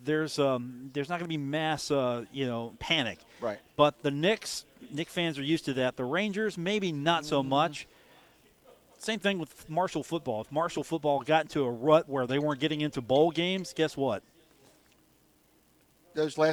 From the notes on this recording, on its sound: at the Union Pub and Grill